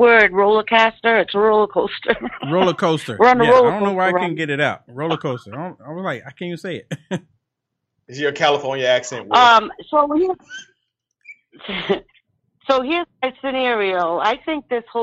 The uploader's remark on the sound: The callers that call